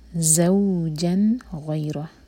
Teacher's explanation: ज़ौ buzzing sound और यहाँ पर मदलीन है